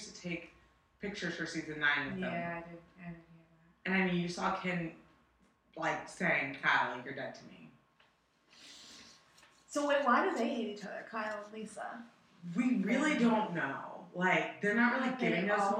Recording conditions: poor sound quality